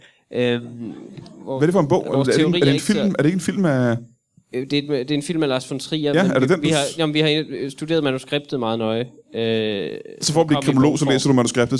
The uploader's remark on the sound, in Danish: LIVE fra Zulu Comedy Festival